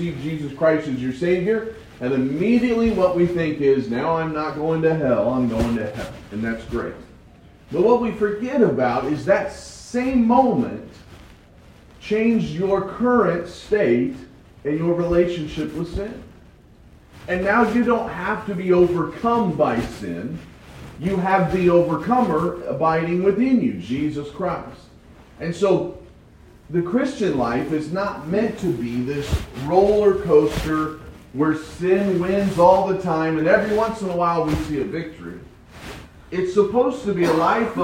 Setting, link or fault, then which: fault, poor sound quality